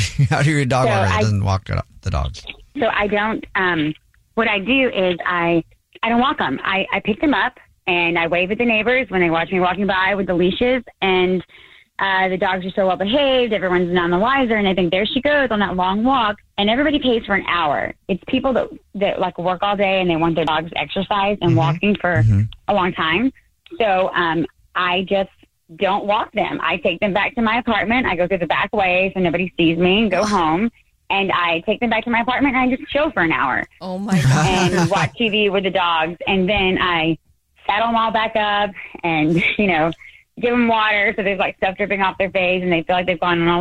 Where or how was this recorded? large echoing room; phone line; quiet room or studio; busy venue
phone line